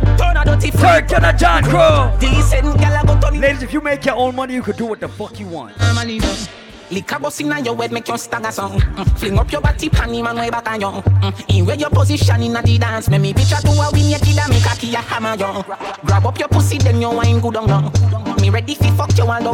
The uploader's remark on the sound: LIVE AT ISLAND SATURDAYS ON FEB 10. LIVE AUDIO: 100% DANCEHALL, SOCA, REGGAE & AFROBEATS.